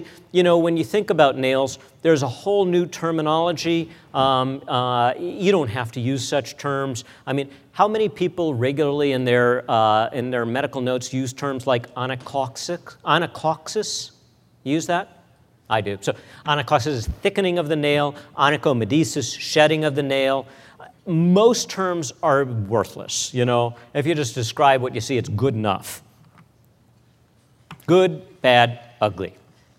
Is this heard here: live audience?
yes